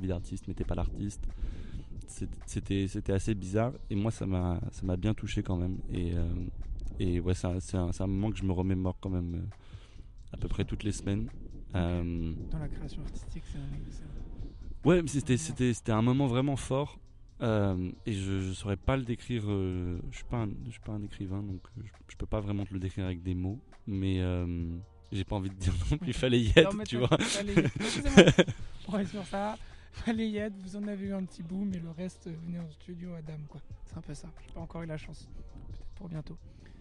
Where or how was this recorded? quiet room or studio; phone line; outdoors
outdoors